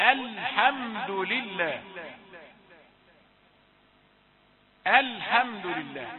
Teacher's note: يعني لام الحمد ظاهرة وليست متحركة وساكنة لا تحركها. من أول الحمد لله نعرف وننتبه إلى أن هذه اللام أحيانا تتحرك خطأ عند غير القارئين غير المتعلمين.